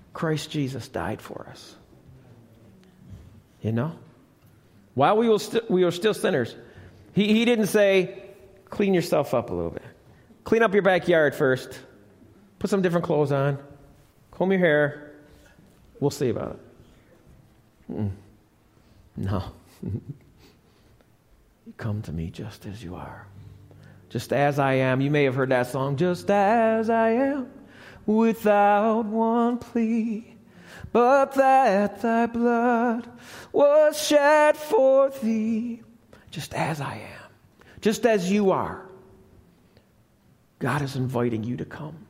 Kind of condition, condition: setting, large echoing room